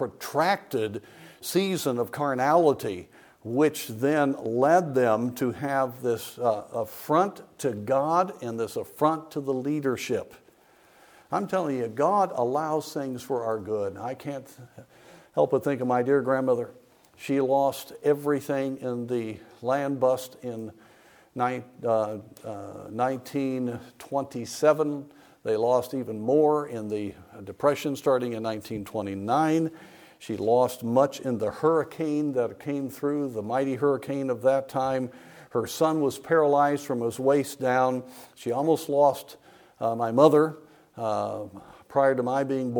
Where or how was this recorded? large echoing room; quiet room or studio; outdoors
large echoing room